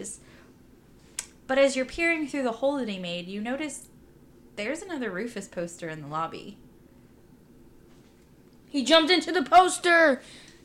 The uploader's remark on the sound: We had a little bit of background noises that were difficult to edit out